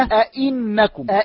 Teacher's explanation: الهمز عندنا مكسور، فحرف المد الذي يقابل الهمز المكسور هو الياء، فيكون التسهيل بين أي معناه بين مخرج الهمزة وبين الياء · Term: الهمزة المسهلة